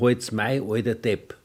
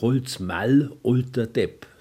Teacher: der Konsonant L, der nach Vokal erhalten bleibt · Shown in: second take · Südlich der Donau würde es heißen Holz mei alter Depp.